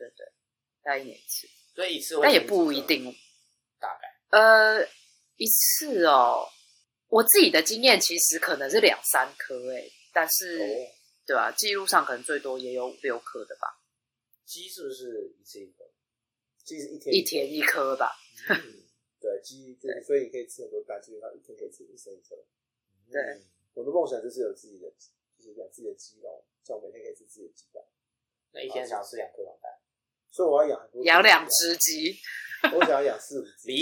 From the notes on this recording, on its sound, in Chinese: 本集節目因音檔異常造成音質不佳敬請見諒